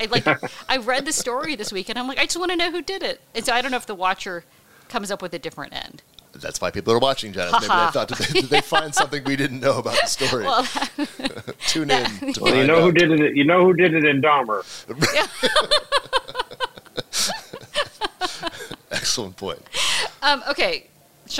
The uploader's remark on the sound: In a special episode recorded at Advertising Week in New York.